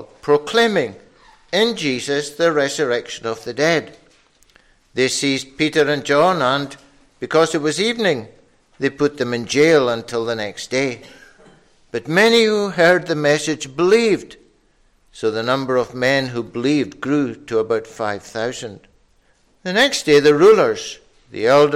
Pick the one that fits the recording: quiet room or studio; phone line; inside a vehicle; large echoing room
large echoing room